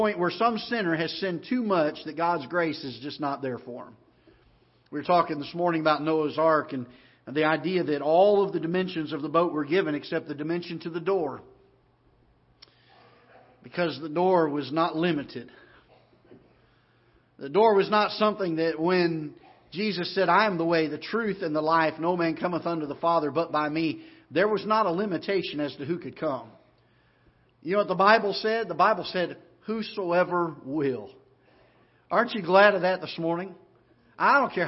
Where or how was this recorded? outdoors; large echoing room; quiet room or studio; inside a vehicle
large echoing room